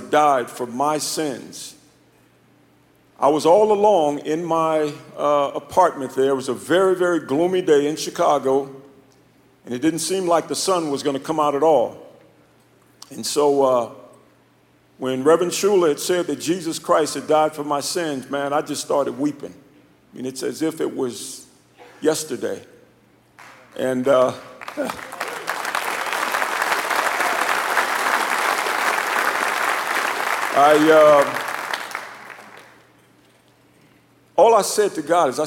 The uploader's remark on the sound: In this live message from the Kingdom Men's Gathering. Live from the KMG conference.